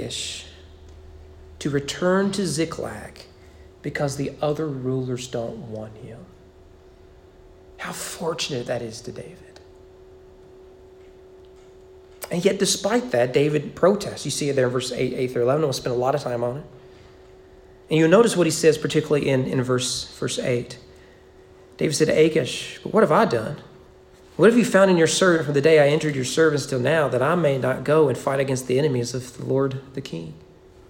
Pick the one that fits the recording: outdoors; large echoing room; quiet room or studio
large echoing room